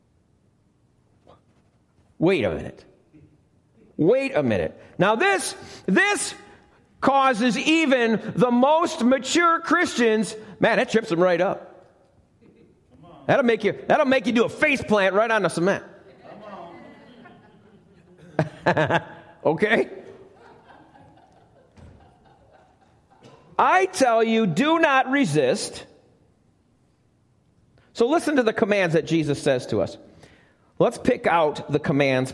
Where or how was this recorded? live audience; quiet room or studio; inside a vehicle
live audience